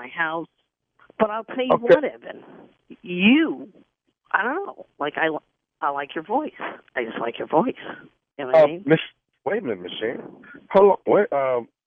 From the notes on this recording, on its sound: This was not your normal prank phone call.